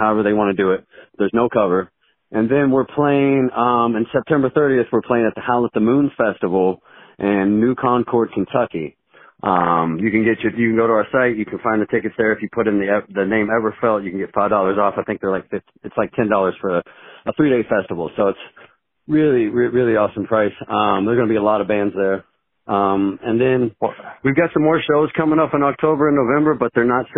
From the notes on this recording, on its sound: From Southern Illinois, call in to chat.